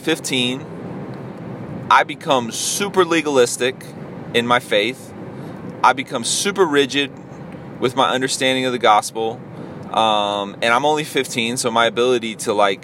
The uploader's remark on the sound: a solo dolo podcast while i was driving